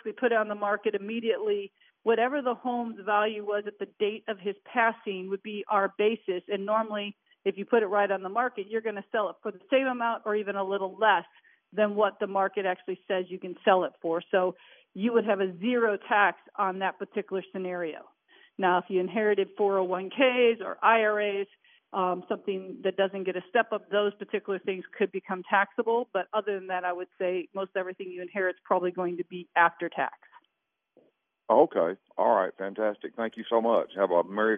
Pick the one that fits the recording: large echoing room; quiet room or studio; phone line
phone line